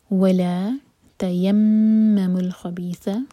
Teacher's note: پہلے میم بشدہ تو اس کو ہولڈ کریں گے. تیمم الخبیث، یہ ہے ث، سین کی آواز نہیں آنی چاہیے.